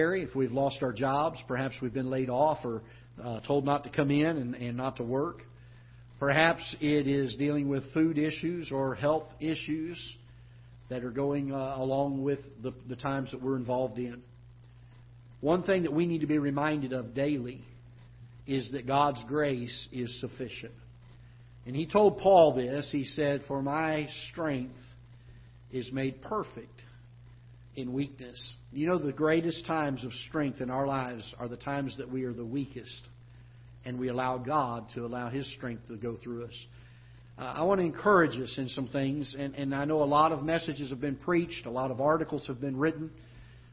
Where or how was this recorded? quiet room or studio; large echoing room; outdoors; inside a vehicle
large echoing room